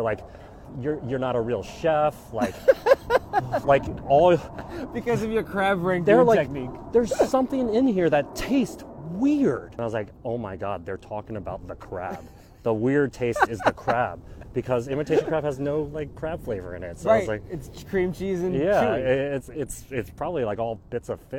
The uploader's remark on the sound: Walk A Mile is recorded while taking a one-mile walk with interesting and inspiring people. Each have a microphone, their most comfortable walking shoes, and endless possibilities for conversation.